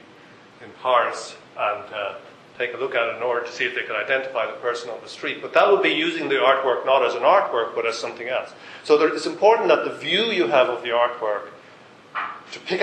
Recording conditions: live audience